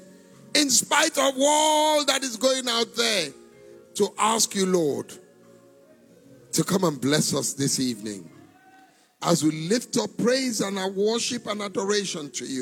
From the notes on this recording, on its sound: Recorded LIVE at our MidWeek Interactive Service